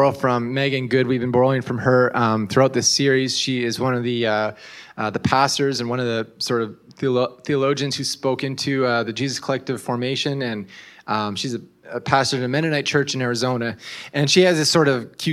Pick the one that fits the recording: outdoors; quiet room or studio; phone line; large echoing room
large echoing room